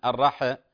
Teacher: الحاء فيها همس ساكنة